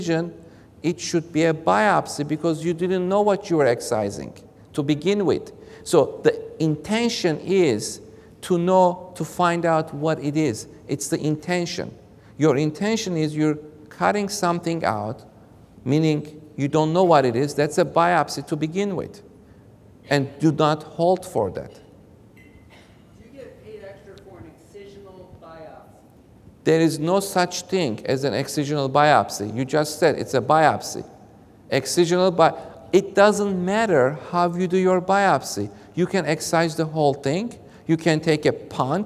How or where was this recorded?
large echoing room